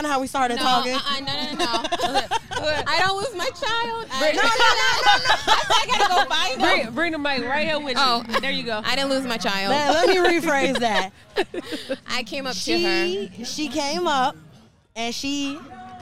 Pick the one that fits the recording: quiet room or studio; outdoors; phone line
outdoors